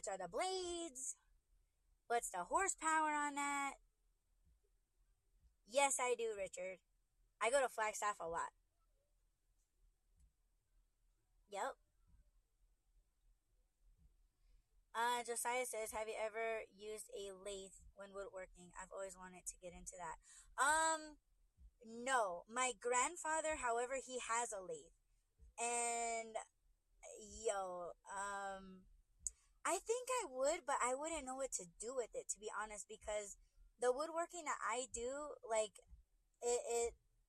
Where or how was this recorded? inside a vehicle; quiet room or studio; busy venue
inside a vehicle